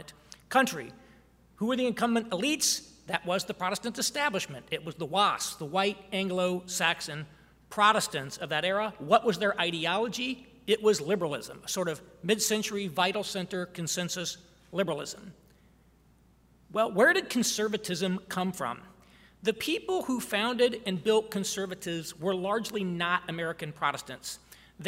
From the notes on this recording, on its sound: Address at the Miami National Conservatism Conference.